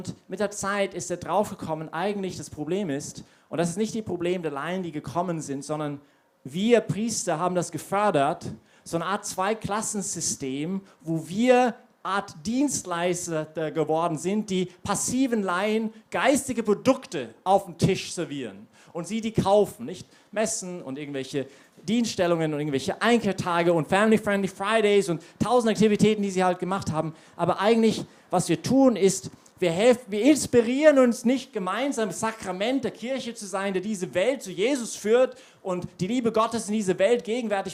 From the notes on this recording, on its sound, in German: Predigt aus der YP Messe.